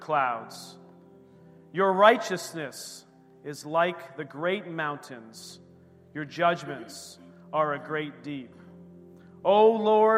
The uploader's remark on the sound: This recording is of the whole service.